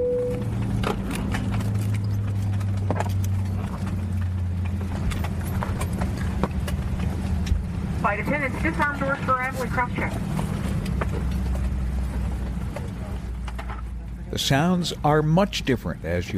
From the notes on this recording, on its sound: I'll take the mystery out of flight with the actual sounds of a flight I took recently.